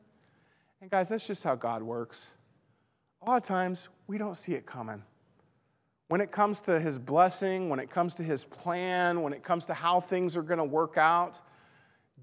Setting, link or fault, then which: setting, large echoing room